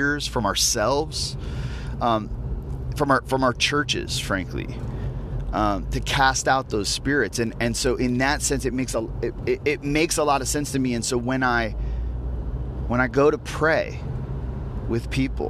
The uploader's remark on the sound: As I was driving to a friend's house this morning, I decided to record my thoughts while processing what prayer is.